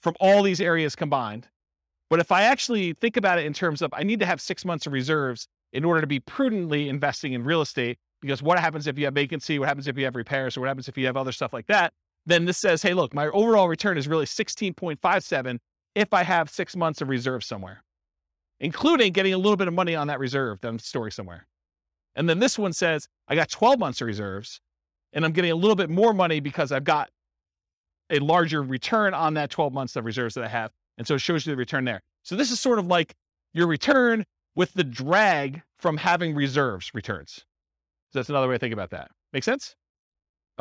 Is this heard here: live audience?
yes